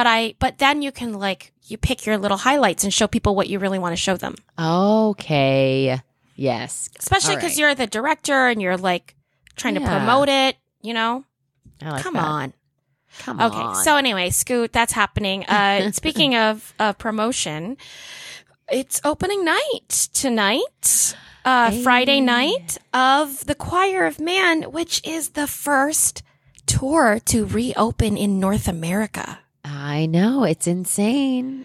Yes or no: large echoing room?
no